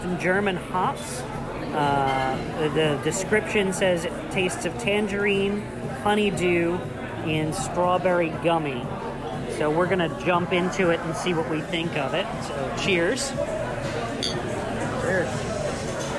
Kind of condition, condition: fault, background noise